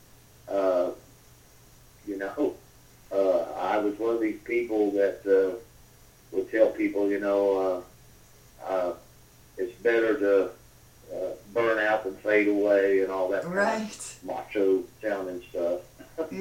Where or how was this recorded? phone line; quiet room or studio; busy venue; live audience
phone line